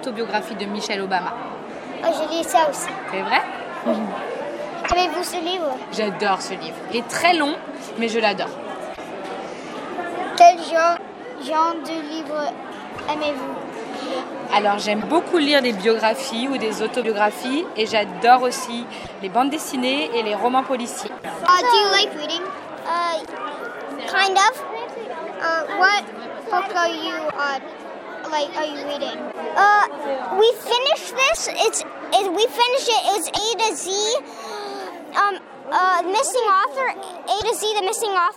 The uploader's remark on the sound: Interviews during the "Nuit de la Lecture" at the Lycée Francais de Chicago on January 24th, 2020